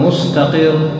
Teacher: فإذا وقفت على حرف مشدد أو حرف الراء كان مشددا راعي، مثل مستقر، مستقر الراء مشددة، فلو لم تراعي لسانك وتمسكه صارت مستقر راءات، فأنت تقول مستقر، تمسك الراء تترك الهواء يمشي دون أن يرتعد اللسان ارتعادا يسمعه القارئ · Term: وأخفي تكريرا